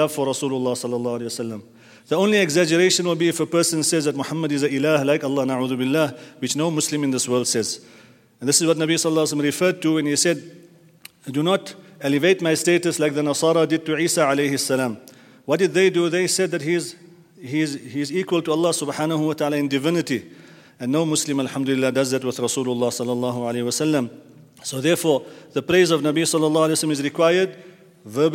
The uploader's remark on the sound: at the Houghton Masjid (West Street)